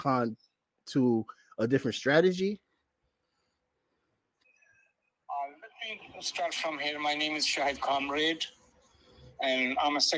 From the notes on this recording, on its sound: Joined Call in interviews.